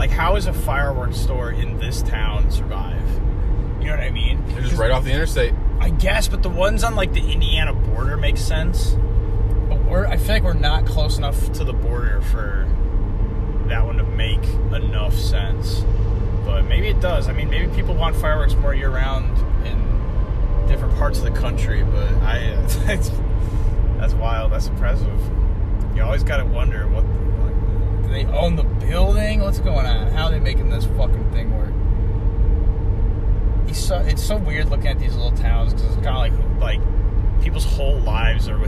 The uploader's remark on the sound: Travel to Idaho. With a 25 hour drive there and then back again, we decided to record our journey at some points.